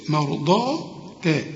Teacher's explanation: الضاد هنا مفخمة مع المد لكن التاء هنا مرققة. مرضى تاء أزواجك، أزواجك كلها مرققة.